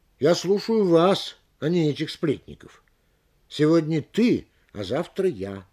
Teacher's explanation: Местоимение не ударяется, очень редко ударяется. Но при противопоставлении местоимение выделяется.